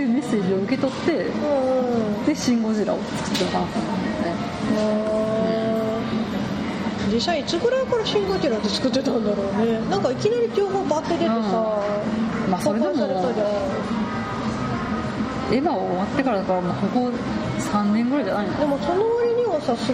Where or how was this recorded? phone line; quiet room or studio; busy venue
busy venue